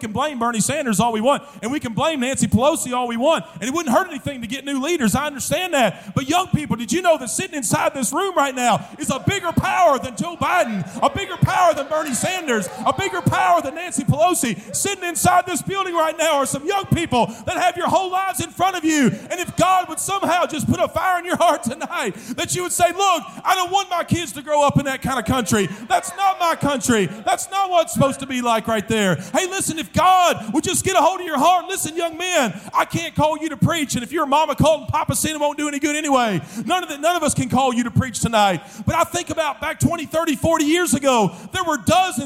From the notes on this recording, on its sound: during the Wednesday Evening service of the 40th Annual National Youth Conference in Santa Clara, California